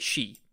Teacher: in Korean, for example, like S goes to sh before E, right? So they don't say si, they say she. · Term: local assimilation